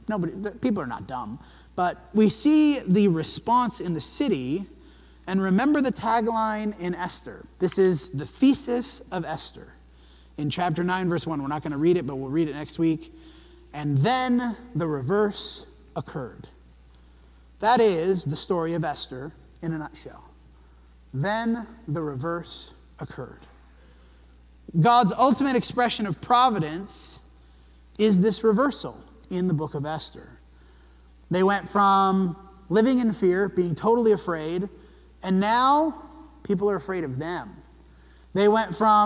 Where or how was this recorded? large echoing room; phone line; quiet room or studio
large echoing room